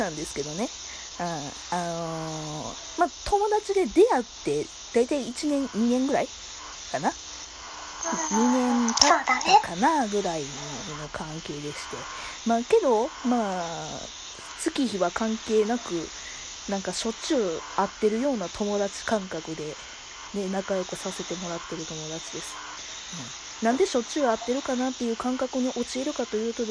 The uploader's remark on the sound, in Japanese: モーター音等の雑音が常に入ってますが